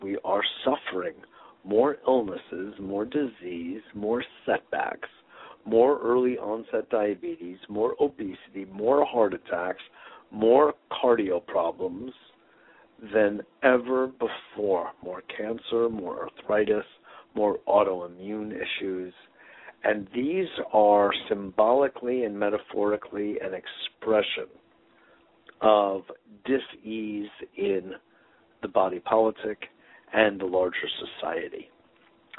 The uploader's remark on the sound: Today is a chance for listeners to call